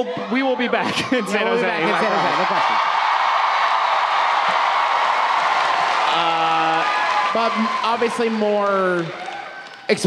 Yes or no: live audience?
yes